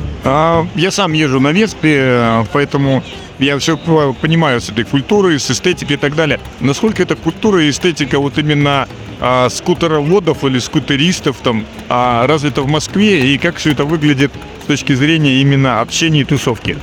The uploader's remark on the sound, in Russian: Интервью на выставке Мотовесна 2023. Записано на выставке МОТОВЕСНА 2023 в Москве на Красной Пресне в период с 31 марта по 2 апреля в рамках серии репортажей с места событий.